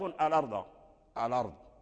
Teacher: قال أولام تعريف، أولام تعريف، أي لام المعرفة الداخلة على همزة القطع، كذلك تحذف همزة القطع وتنقل حركتها إلى اللام